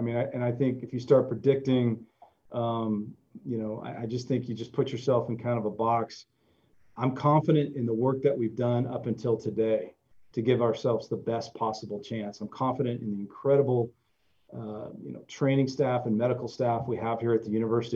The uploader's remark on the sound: ZOOM conference call